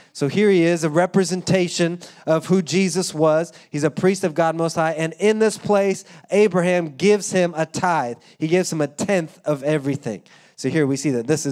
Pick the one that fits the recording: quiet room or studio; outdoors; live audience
live audience